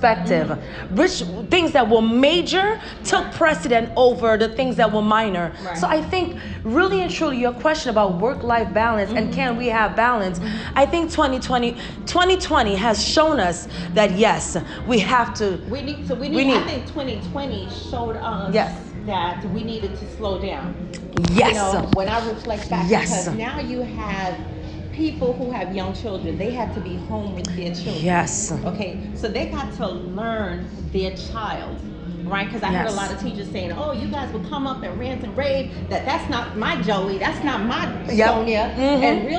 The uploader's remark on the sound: The ladies will record live at The Edge, one of the highest outdoor sky decks in the Western Hemisphere, with a one-of-a-kind design. It’s suspended in mid-air, giving you the feeling of floating in the sky with 360-degree views you can’t get anywhere else.